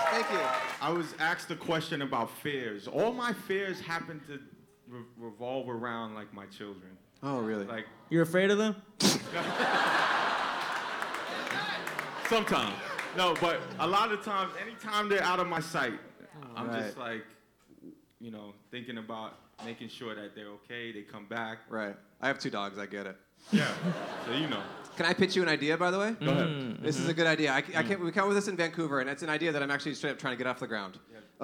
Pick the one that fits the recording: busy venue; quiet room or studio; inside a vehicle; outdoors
busy venue